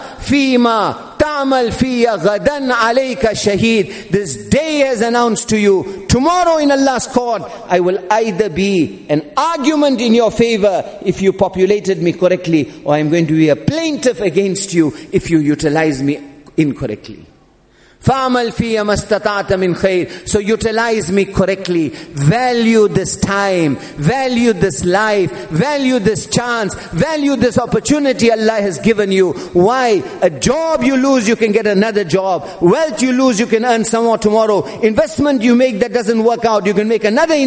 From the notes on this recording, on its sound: Jumuah Lecture at Masjid Al Hilal.